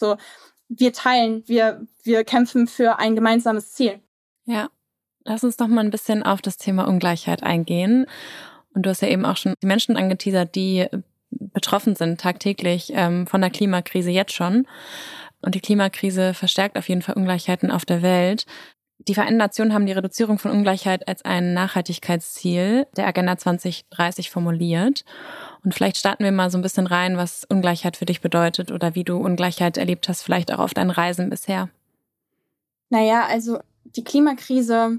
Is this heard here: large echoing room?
no